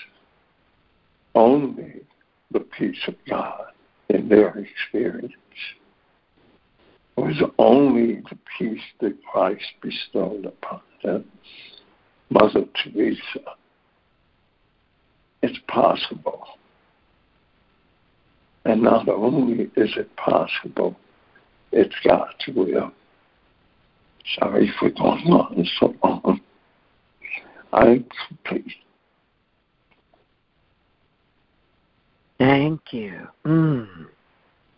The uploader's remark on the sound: ACIM Daily Conference Call.